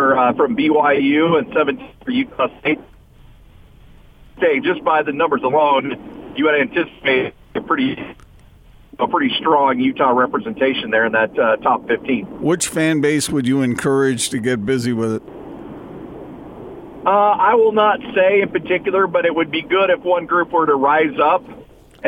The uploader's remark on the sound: call in to the show